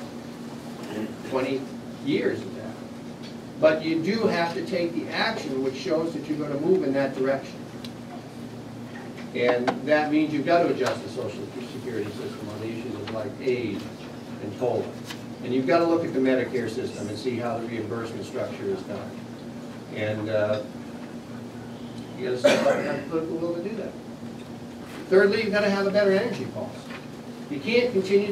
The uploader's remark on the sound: Addresses The Ripon Society on July 1, 2010